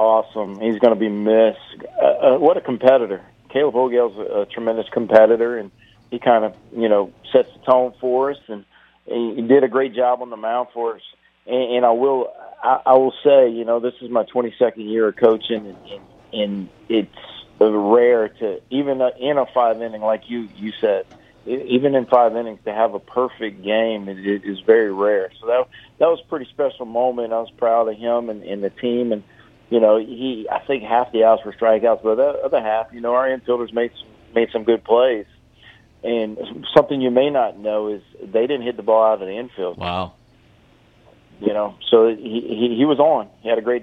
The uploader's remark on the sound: going to the phone lines